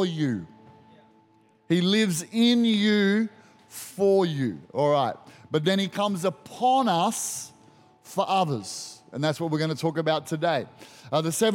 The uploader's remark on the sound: Recorded during our 9am service